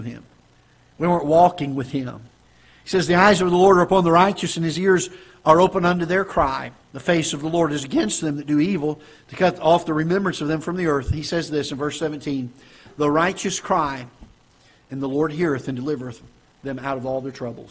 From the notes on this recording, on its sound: Ketha Heights Baptist Church ~ Live Broadcast.